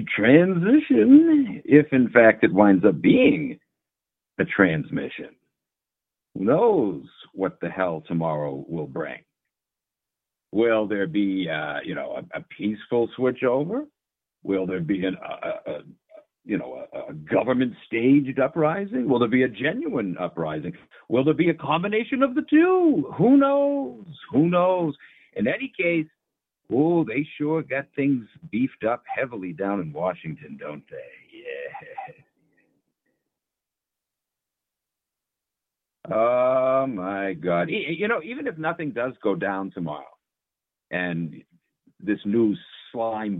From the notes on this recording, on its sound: opens up the call in lines